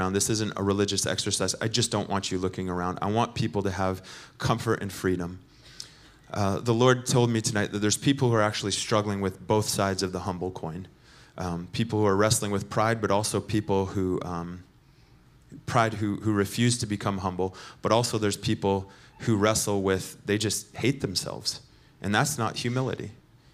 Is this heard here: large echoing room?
yes